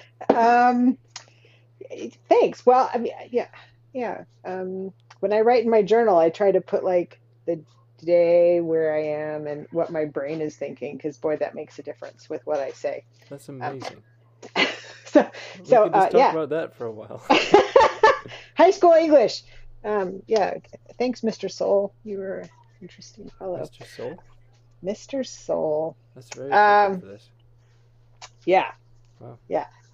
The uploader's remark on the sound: Please bear with me and my friend as we figure out all this podcasting stuff from the grass roots, (Mic levels, clinking ice cubes, how to string together an episode).